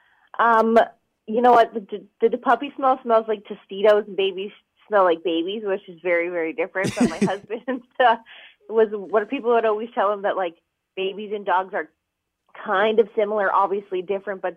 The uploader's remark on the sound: On the phone.